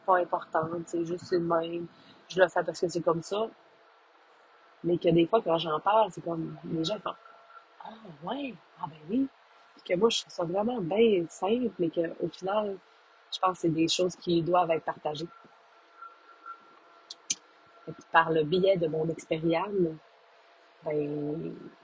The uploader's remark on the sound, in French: Désolée pour les nombreux bruits de bouche… vive les Airpods!!